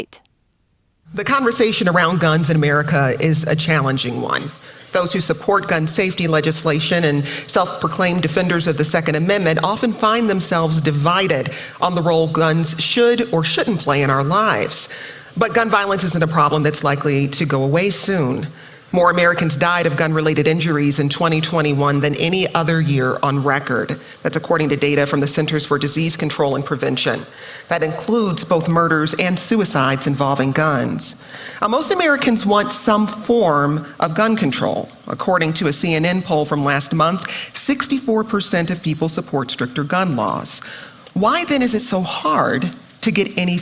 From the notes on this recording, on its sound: at the 2023 Aspen Ideas Festival